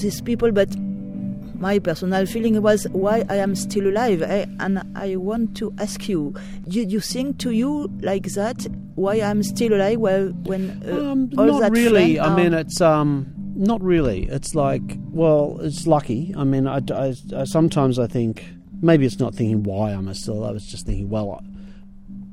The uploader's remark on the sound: Live interview or Conversation under the Stars at The Hacienda in Nimes France October 2012. Sat down at a table under a tree and I recorded our very relaxed conversation.